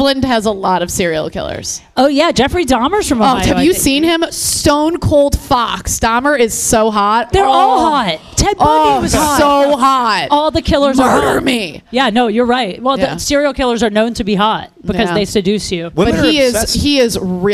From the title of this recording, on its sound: LIVE IN CLEVELAND